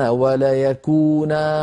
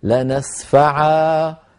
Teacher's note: لو وقفنا اضطرارا أو اختبارا نقف لنسفعا هكذا بإبدال نون التوكيد أليفا